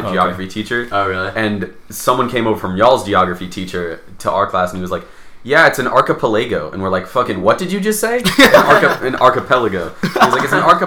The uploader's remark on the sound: We jinxed ourselves on the mic quality, sigh...